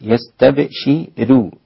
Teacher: رقيقة الراء من أجل كسر الشين قبلها